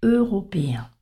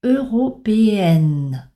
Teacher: Au féminin, on dénasalise et on obtient donc européenne. · Shown in: second take · Donc il n'y a plus de son de voyelle nasale au féminin.